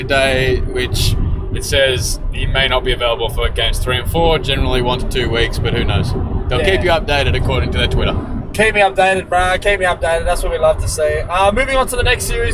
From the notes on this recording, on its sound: recording live from the Car